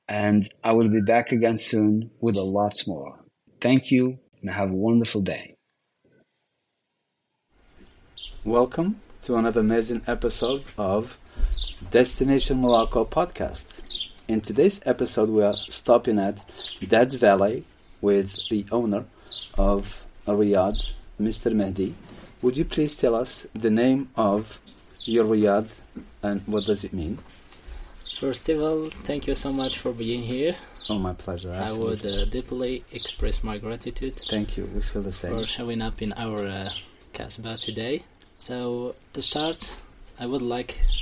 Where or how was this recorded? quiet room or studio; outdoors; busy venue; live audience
outdoors